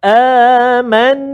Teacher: nun atau mim yang bersabdu maka kita kena baca dengan dengung dua harakat tak boleh cepat · Term: wajib al-gunah